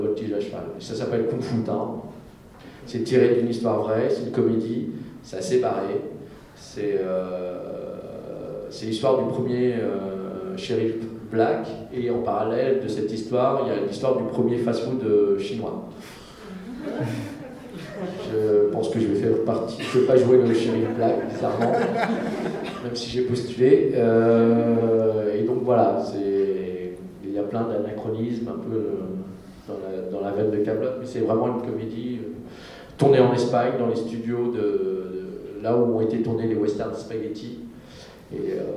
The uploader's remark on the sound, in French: Conférence TGS Springbreak 2017